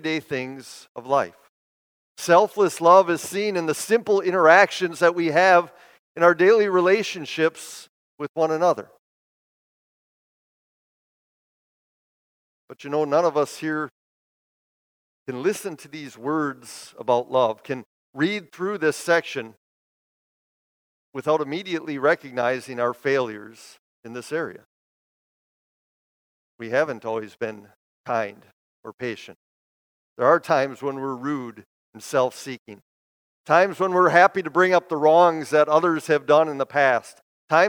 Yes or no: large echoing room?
yes